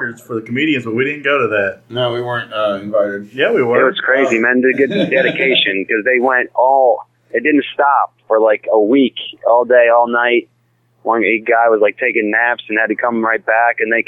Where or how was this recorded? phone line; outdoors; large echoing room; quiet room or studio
phone line